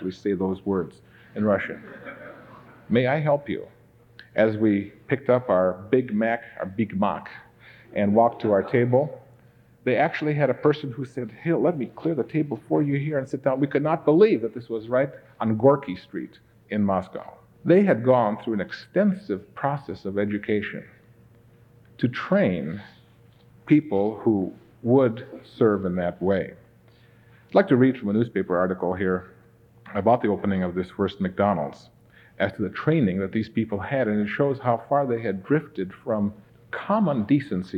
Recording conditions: large echoing room